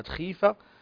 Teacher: التفخيم النسبي ويكون في الغين والخاء المكسورتان